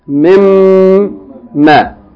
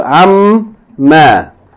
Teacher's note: The noon with sukun is merged into the meme. · Term: idgham